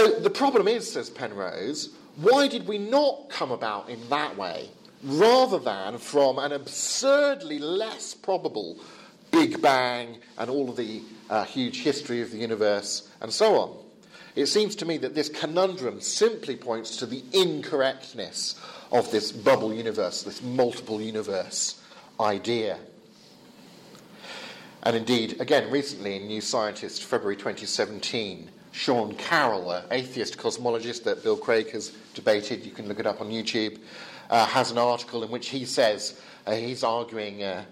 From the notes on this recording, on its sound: Lecture with Q&A from the European Leadership Forum 2017